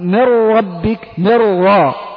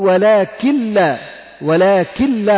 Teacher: إدغام بغير غنة بإدغام بغنة في حروف كلمة ينمو، القسم الثاني إدغام بغير غنة في اللام والراء، وهو أن يأتي بعد النون الساكنة أو التنوين لام أو راء، ويسمى هذا النوع إدغاما كاملا لانتفاء الحرف والصفة معا، تنتفي النون ويذهب أثرها أيضا فلا يبقى أثر للنون أو التنوين، مثل من ربك عندما ننطقها تقول من ربك من را، لا أثر للنون هنا نهائيا من را.